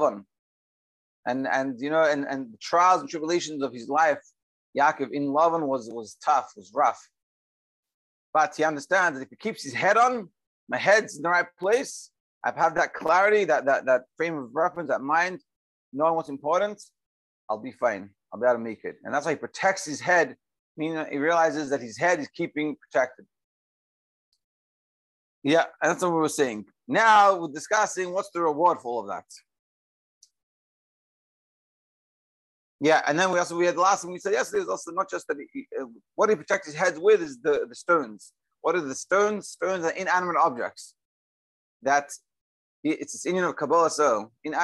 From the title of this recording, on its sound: Daily Zoom Shiur